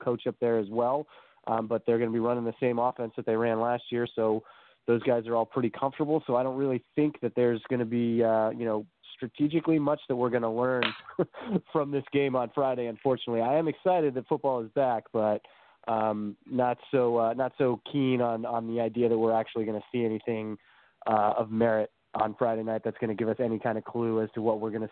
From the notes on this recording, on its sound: as we do each week, we'll answer your phone calls